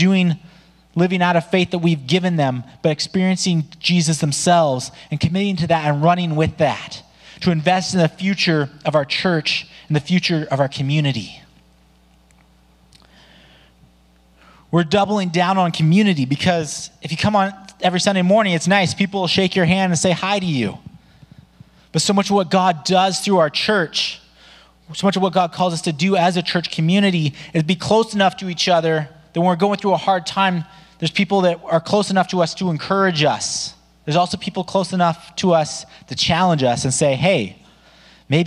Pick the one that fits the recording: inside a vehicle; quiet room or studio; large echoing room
large echoing room